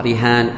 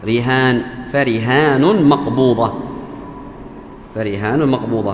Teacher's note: في قراءة عاصم وباقي القراء نقرأها رهان بكسر الراء والمد